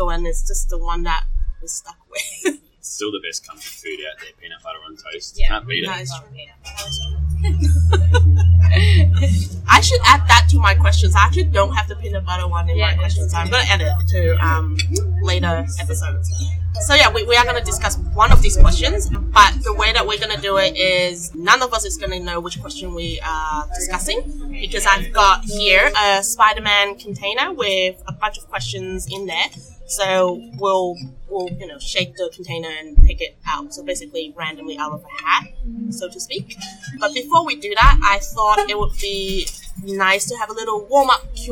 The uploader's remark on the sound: Apologies in advance for the poor sound quality...the background noises were much louder than I thought...will use quieter cafe next time